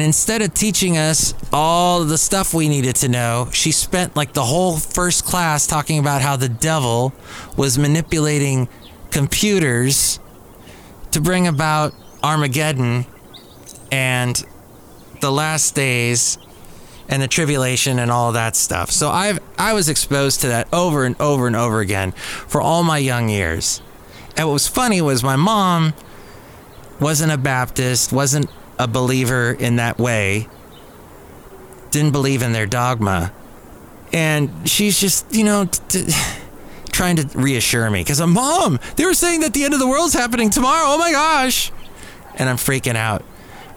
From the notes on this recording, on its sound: podcasts live from Cafe Anyway